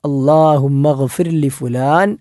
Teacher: അല്ലാഹുമ്മ ഗ്ഫിർ ലി എന്നതിലെ ഗ തൊണ്ടയുടെ ഏറ്റവും മുകൾ ഭാഗത്തു നിന്ന് പുറപ്പെടുന്ന അക്ഷരമാണ്